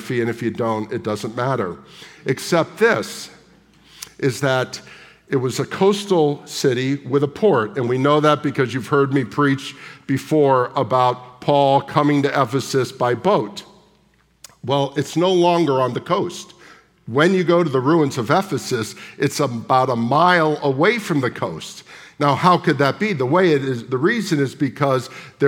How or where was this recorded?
live audience